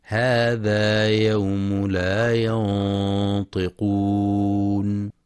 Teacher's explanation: ينتبه القارئ لتفخيم غنة الإخفاء حيث جاء بعد النون الساكنة حرف الطاء، وحرف الطاء من حروف الاستعلاء والإطباق فهي مفخمة والغنة تابعة للحرف، هذا يوم لا ينطقون.